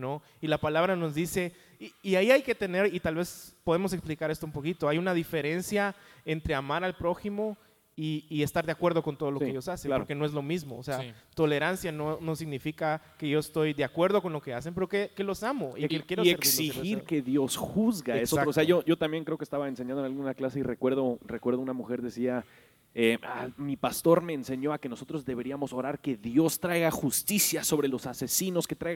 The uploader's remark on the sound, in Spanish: El evangelio y mis relaciones (EN VIVO).